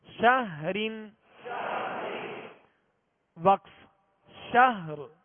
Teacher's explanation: آخر میں را پر را کو ساکن کر کے آواز اور سانس توڑیں گے، یعنی را پڑھ کر صرف شاہ یوں وقف نہیں بلکہ شہر.